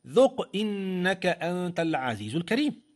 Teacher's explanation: في الوصل مقلقلة وفي الوقف مقلقلة، نعم، القلقلة في الوقف أبين